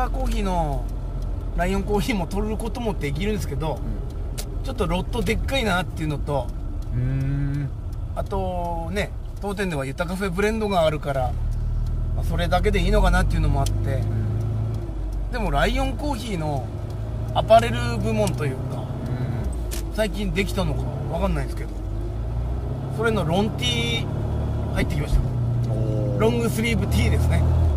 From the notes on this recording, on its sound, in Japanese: 今回は最初で最後のMyミニクーパーで収録！